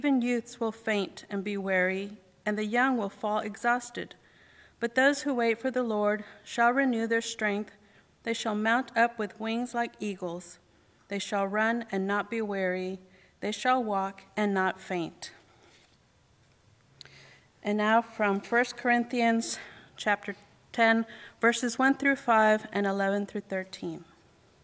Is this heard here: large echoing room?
yes